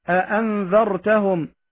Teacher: وهذا الحرف الهمزة المسهلة يكون بين الهمزة المحققة والألف إذا كانت مفتوحة